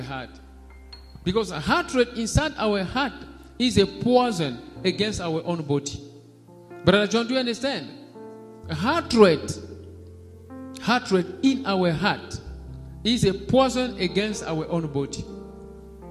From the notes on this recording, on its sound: SUNDAY LIVE SERVICE.